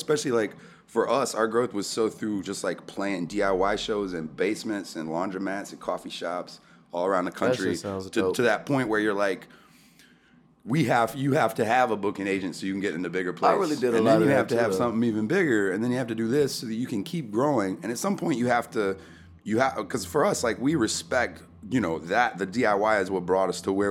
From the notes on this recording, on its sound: sat down at the Talkhouse Music microphones backstage at the 2015 Pitchfork Music Festival